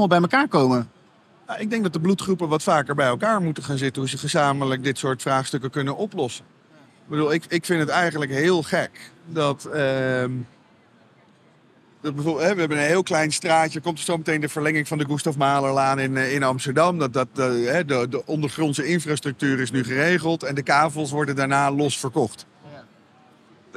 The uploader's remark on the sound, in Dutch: Vanaf de EXPO REAL opgenomen vanaf de stand van Property Plaza.